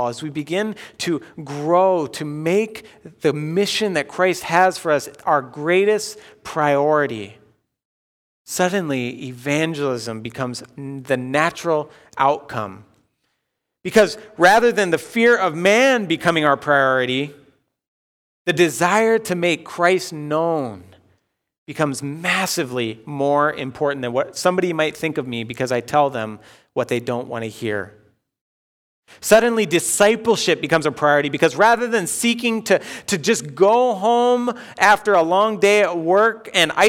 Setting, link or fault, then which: setting, large echoing room